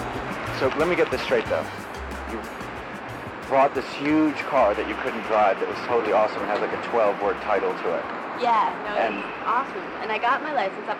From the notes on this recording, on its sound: Fall 1998 // NYC restaurant // Cassette tape recorder